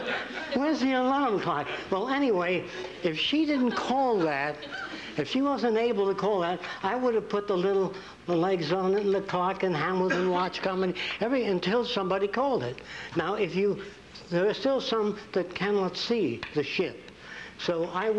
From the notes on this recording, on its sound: Introduction lecture at Nichols College.